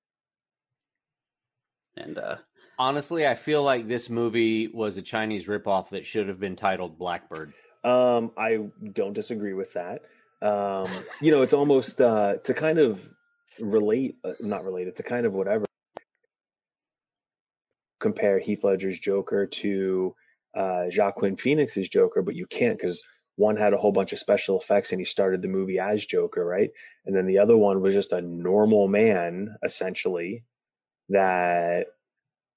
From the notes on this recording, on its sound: We record using Squadcast.